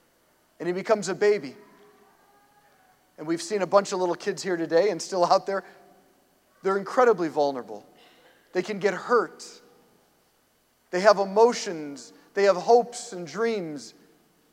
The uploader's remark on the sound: preached this homily on April 2, 2023 at St Basil the Great Catholic Church in Brecksville, OH